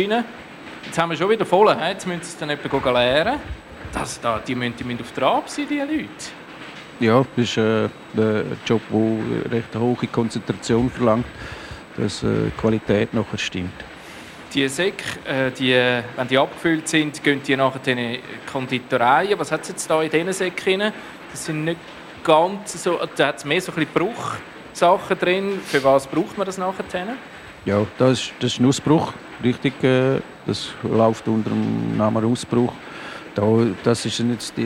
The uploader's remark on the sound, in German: Die Sendung «Trick 77» ist live vor Ort